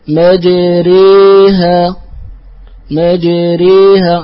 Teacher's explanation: وهذه الكلمة الوحيدة التي يميلها، فترقق الراء من أجل الإمالة